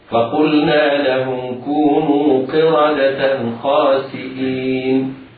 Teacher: وهنا يلغى مد البدل، لأن احنا لأننا نقول مد البدل حرف المد إذا وقع بعد همز وليس بعده همز ولا سكون، عند الوقف أصبح بعد الياء ساكن خاسئين، فانتقل من كونه مد بدل إلى مد عارض للسكون. وهنا المد العارض للسكون حكمه الجواز، يجوز فيه ثلاثة أوجه: القصر هكذا، فقلنا لهم كونوا قردة خاسئين، والتوسط هكذا، فقلنا لهم كونوا قردة خاسئين، والطول هكذا، فقلنا لهم كونوا قردة خاسئين.